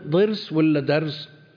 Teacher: تسمع من يقول من بعض الناس في الضرس، ما تدري يقول ضرس ولا درس، نعم، المبالغة في تحقيق الضاد حتى تلتبس بالدال المفخمة أشد وأبعد